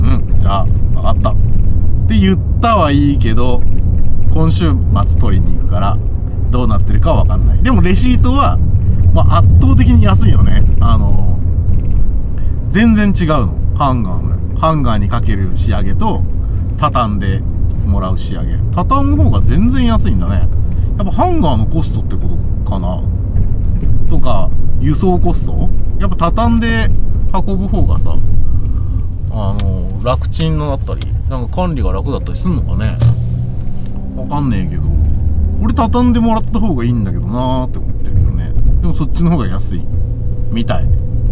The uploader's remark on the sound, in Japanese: ただ運転して、ただ話してるから。車の走行音と運転手の声を遠くに聞きながら。